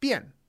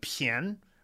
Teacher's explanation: normally pronounced Bian, B-I-A-N, fourth tone. Now it's P-I-A-N, second tone